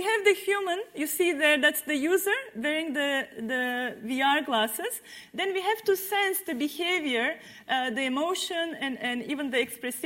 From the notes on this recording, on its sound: This panel discussion was part of the Cambridge Festival of Ideas